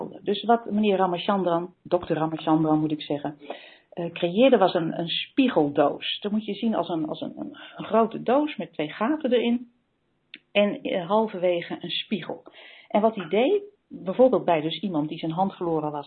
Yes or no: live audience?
no